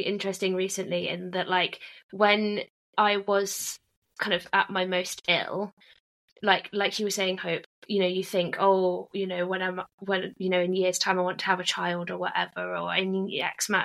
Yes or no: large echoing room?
no